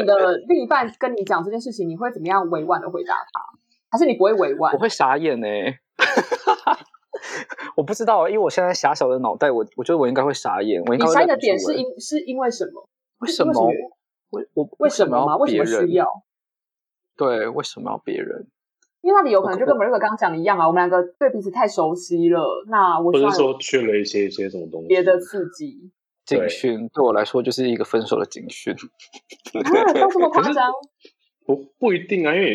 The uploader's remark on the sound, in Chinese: 音質依然很差，但希望你們能包容。